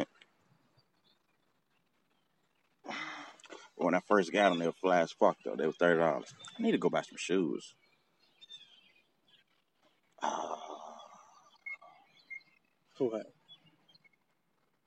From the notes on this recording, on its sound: Today was an outside Episode. You can hear the birds we talk about in this episode...